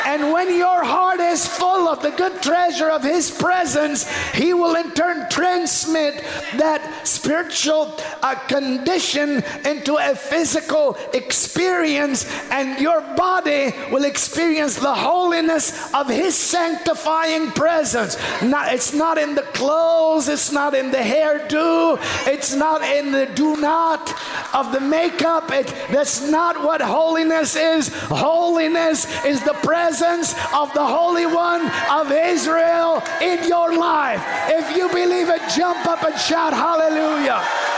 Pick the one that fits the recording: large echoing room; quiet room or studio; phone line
large echoing room